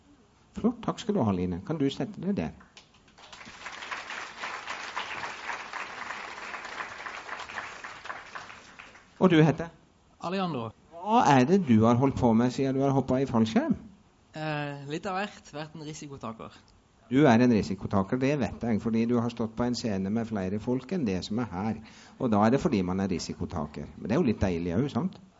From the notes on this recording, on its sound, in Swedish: Talkshow med publikum